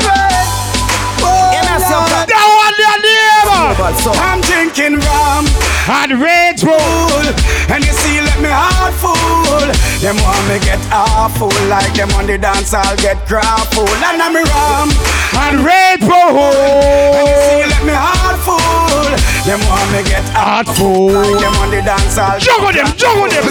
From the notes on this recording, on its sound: POP UP DANCEHALL | LIVE AUDIO 2021